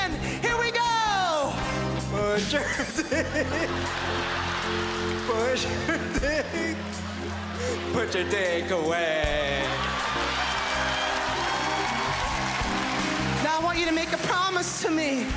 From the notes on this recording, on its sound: stand up from the Just For Laughs Festival in 2015